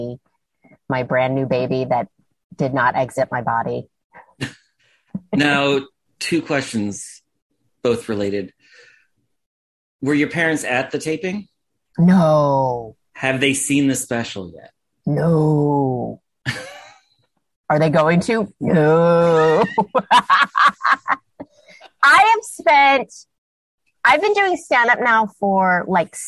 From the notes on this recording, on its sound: sat down with me over Zoom